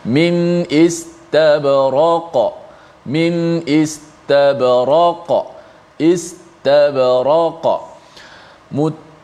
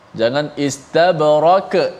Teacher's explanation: jangan tukar jadi nipiskan qaf jadi kaf · Shown in: first take